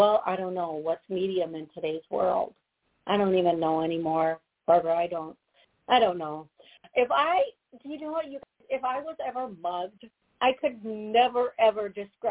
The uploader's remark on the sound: Live Call.